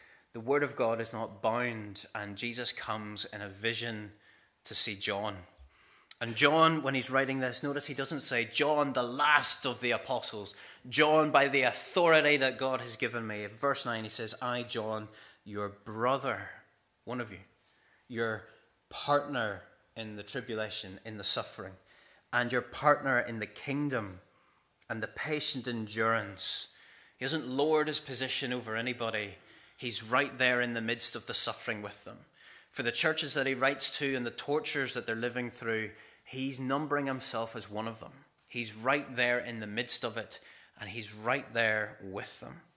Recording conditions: large echoing room